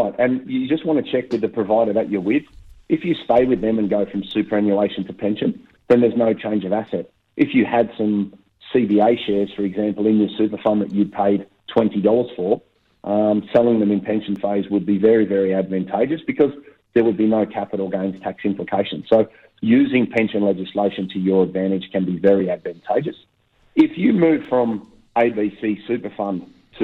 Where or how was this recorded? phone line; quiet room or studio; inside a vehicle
phone line